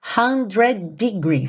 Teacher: junta tudo, 100 degrees, só soa um D